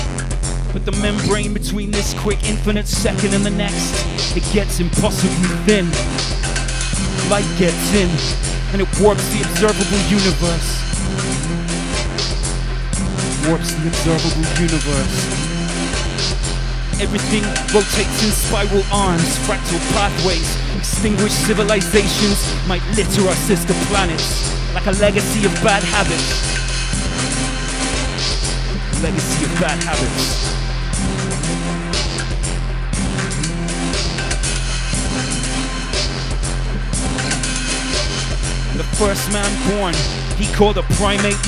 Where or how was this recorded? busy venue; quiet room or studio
busy venue